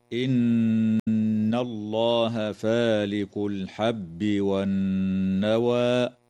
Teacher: وتفخم اللام في اسم الله لوقوعها بعد فتحة · تغن النون المشددة في كلمة إن وفي كلمة والنوى بمقدار حركتين